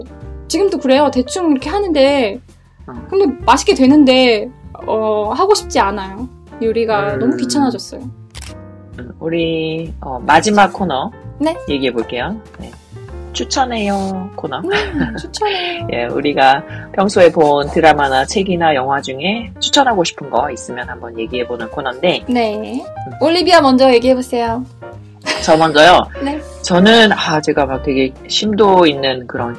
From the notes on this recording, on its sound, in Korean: 마이크 문제로 음질이 좋지 못한 점 죄송합니다! Sorry for the poor sound quality. I’ll get a better mic soon!